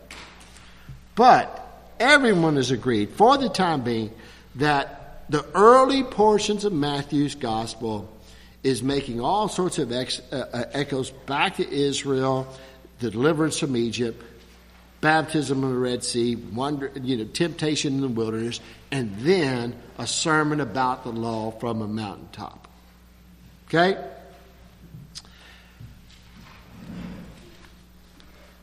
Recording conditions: large echoing room